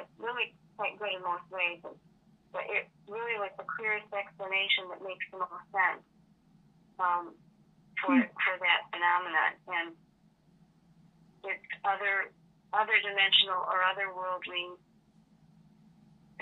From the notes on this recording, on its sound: phone interview